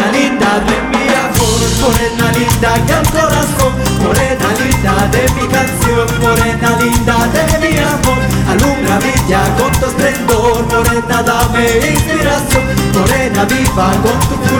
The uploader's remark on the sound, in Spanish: en Vivo En el Kinti Wasi de Otavalo